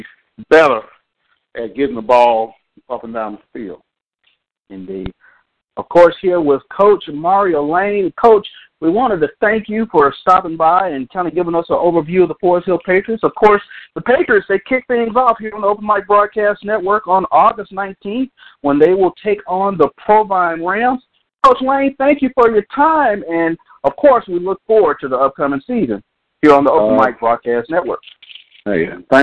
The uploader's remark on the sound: 87.9 FM Prairie View, TX. Phone Interview.